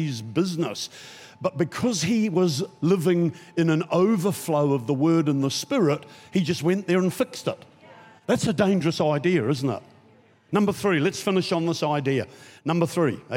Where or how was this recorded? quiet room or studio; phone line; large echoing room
large echoing room